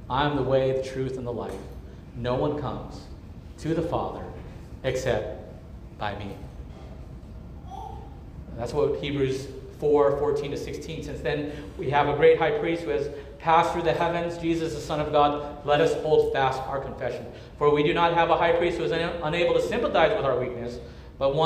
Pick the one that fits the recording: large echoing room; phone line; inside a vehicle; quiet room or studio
large echoing room